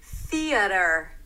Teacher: We start with a voiceless T-H. Stick the tongue out and release air.